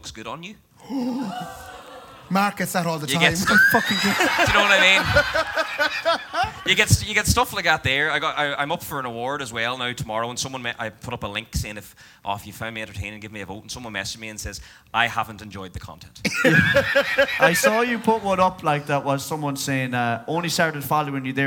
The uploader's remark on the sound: Live Show. Live at Anderson’s.